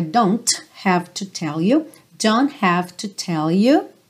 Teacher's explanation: nesse don't, você não ouve o T